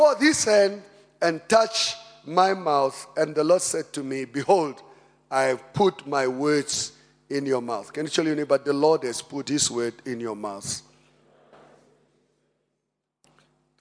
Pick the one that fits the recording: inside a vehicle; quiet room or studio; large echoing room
large echoing room